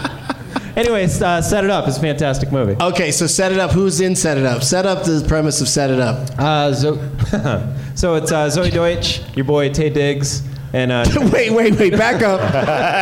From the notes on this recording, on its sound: Live from Wise Guys in Salt Lake City